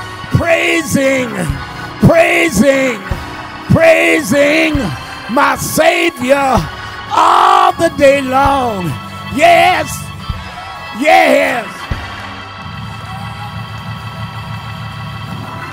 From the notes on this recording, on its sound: special guest preacher at Lilly Grove Missionary Baptist Church in Houston, TX